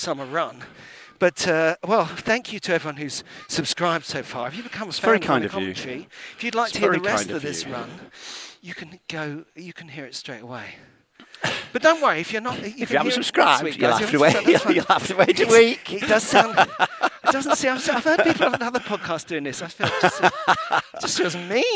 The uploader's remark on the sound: On the first half of a long run round Hampstead Heath